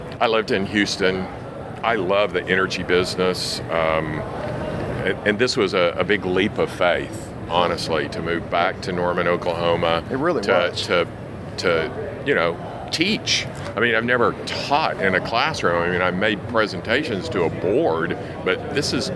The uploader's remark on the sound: Live from the NAPE Summit 2019